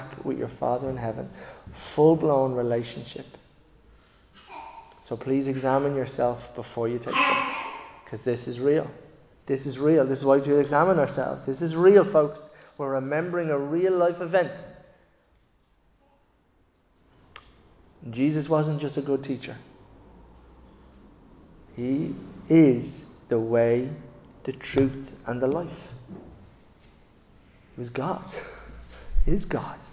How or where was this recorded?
large echoing room